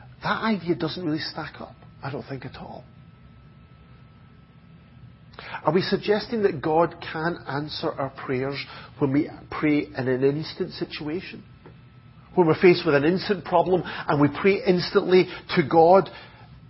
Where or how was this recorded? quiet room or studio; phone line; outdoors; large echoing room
large echoing room